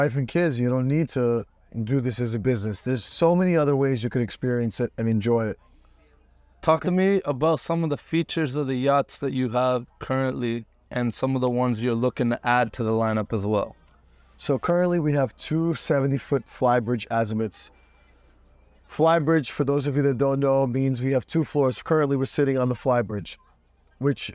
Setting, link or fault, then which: setting, inside a vehicle